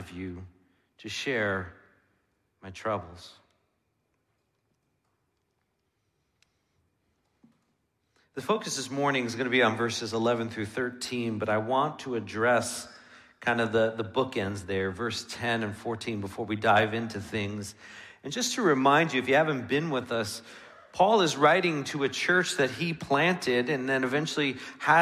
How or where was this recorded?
large echoing room